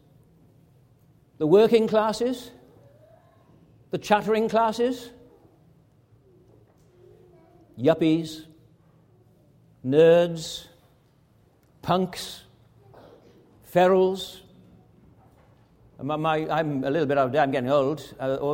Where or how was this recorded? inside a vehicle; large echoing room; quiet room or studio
large echoing room